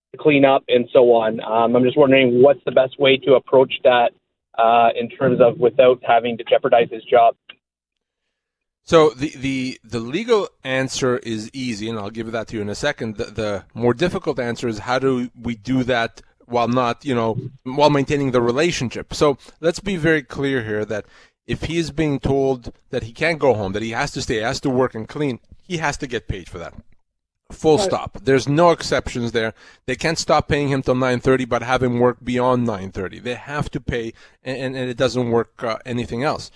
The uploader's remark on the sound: As well as your phone calls, on today's episode of the Employment Law Show.